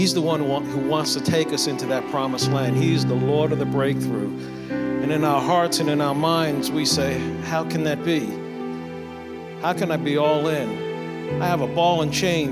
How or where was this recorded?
large echoing room